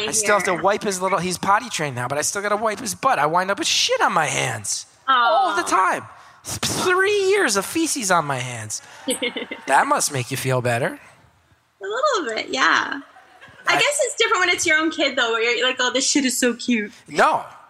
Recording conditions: live audience